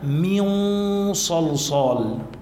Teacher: نحن عم نخفي النون بالصاد، نتهيأ للفظ الصاد · Term: إخفاء